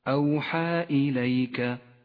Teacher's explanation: الألف المقصورة جاء بعدها حرف الهمزة كل في كلمة لذلك سمي مدا منفصلا تمد الألف بمقدار حركتين